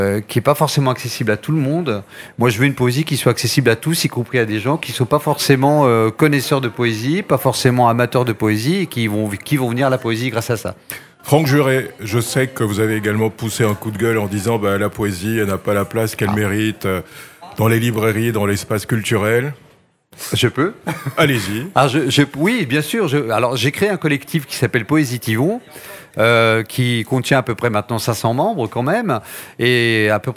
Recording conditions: busy venue